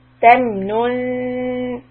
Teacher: when you go from tem nun, nu, rounded lips, then the next nun is flat lips, tem nun, and the tip of the tongue is closer to the bottom teeth.